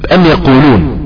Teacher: حرف الميم تخرج بانطباق الشفتين ويصاحبها غنة مع الخيشوم · قلنا أن في جسم النون غنة وفي جسم الميم غنة، ربنا خلقهم كده. الميم تيجي تقولها لازم يطلع منها برضو صوت من الخيشوم، لازم من الانف يخرج هواء · Term: جزء خيشومي